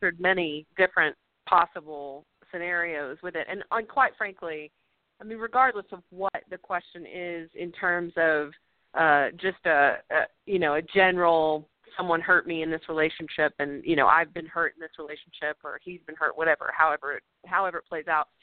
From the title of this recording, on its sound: A Call-In Show